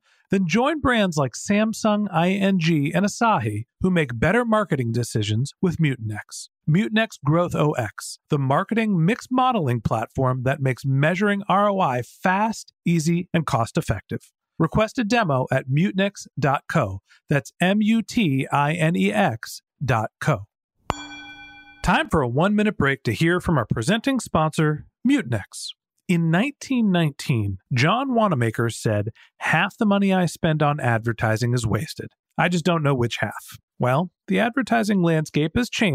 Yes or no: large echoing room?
no